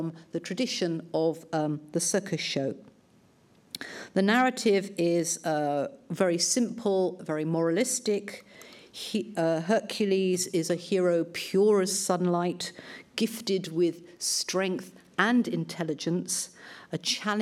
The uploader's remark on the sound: Lunch Hour Lecture on tour at the British Museum.